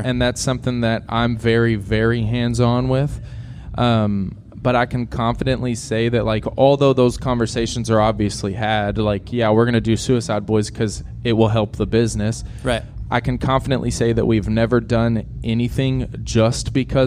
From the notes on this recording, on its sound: LIVE FROM LDB FEST 2023. I recorded these episodes live at LDB Fest.